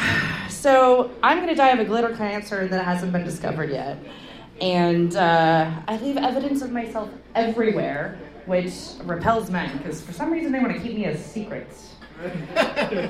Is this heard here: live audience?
yes